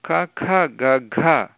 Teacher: कण्ठे, कण्ठस्थानमस्ति। न अपि तथा, किन्तु क ख ग घ तत्र क ख ग घ इति केवलं मुखेन वायुः गच्छति, नासिकया न गच्छति · Term: कण्ठ्यवर्गः